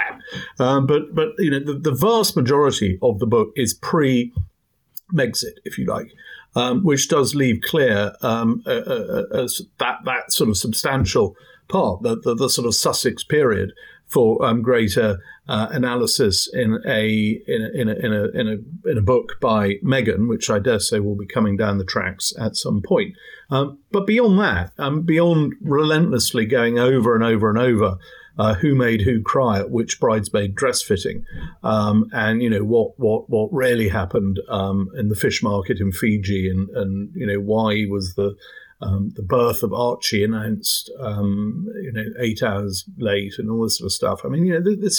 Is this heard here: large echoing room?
no